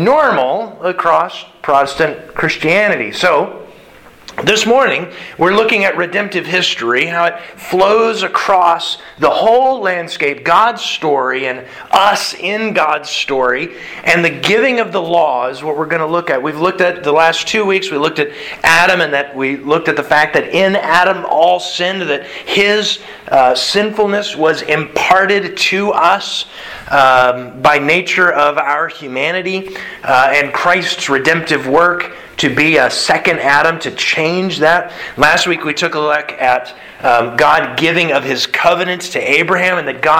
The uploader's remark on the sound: Sermon delivered Sunday March 20th, 2022 to the Galena Bible Church